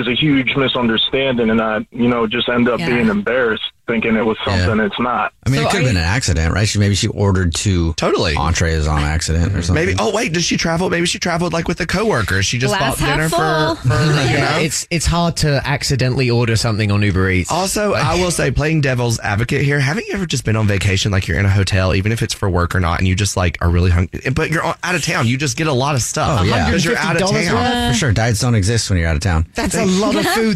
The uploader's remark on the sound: Is on the phone today for War Of The Roses to catch a cheater.